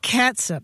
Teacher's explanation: That vowel is a schwa sound, right? Not a long ooh sound.